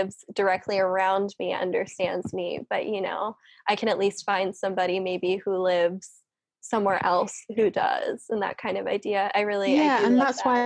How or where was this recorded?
video call